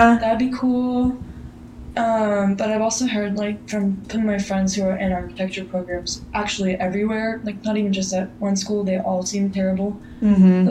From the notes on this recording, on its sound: apologies for the lack of audio quality for this episode